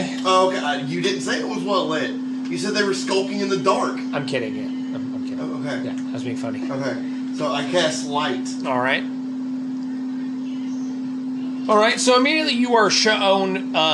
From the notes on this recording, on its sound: Please excuse the buzzing our setup was charging during our session our better sound quality will return next week.